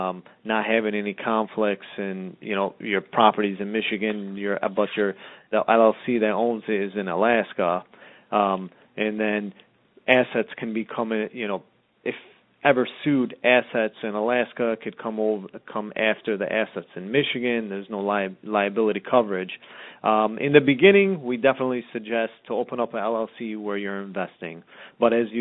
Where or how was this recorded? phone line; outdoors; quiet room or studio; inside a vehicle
phone line